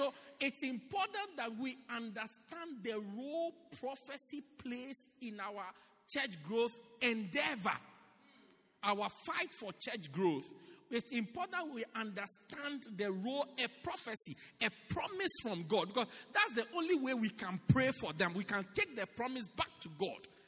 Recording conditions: large echoing room